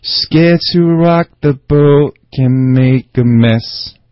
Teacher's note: 一个是 scared 这个爆破音的没了，一个是 rock 这个爆破音没了